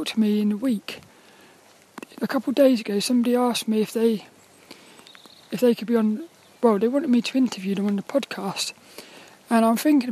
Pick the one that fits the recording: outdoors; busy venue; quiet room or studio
outdoors